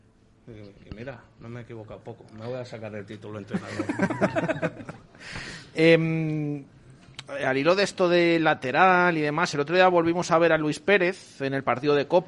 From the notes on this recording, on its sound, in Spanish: Tertulia de peñistas del REAL VALLADOLID en directo desde el KOKOMO Sports Bar en Huerta del Rey.